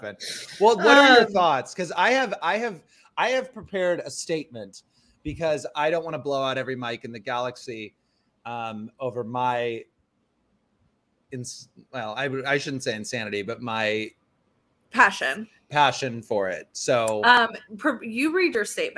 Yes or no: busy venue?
no